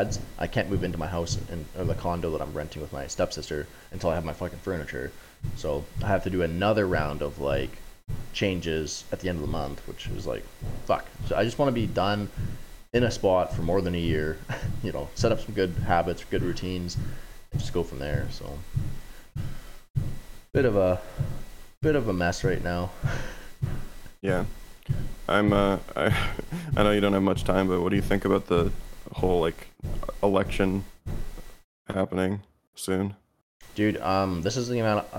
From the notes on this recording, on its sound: Sound is shite, on the road podcast setup!